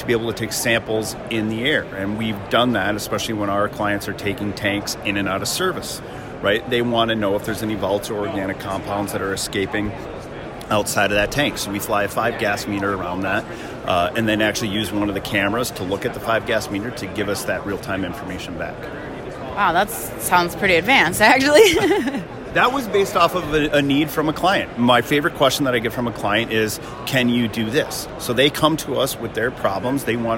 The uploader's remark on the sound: The interview was conducted at the Williston Basin Petroleum